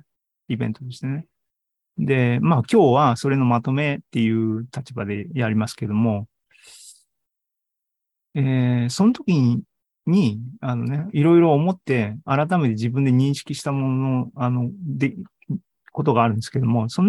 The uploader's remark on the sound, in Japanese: ２０２２年９月２８日に開催した ZOOMライブの模様です。